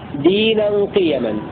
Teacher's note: بكسر القاف وفتح الياء مخففة دينا قيما، دينا قيما ملة إبراهيم حنيفة، هكذا يقرأ ابن عامر والكوفيون بكسر القاف وفتح الياء مخففة دينا قيما أي دينا دائما.